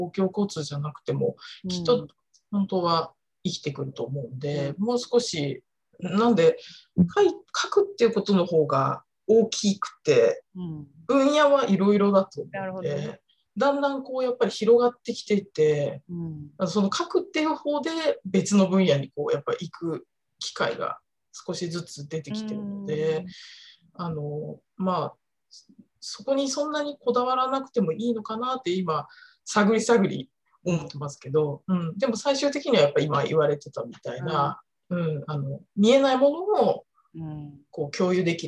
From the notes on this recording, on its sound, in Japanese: 収録場所： オンライン (Zoom)。